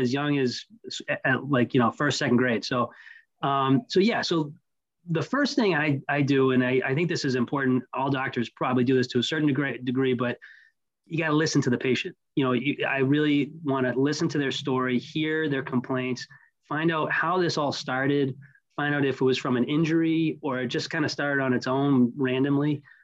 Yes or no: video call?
yes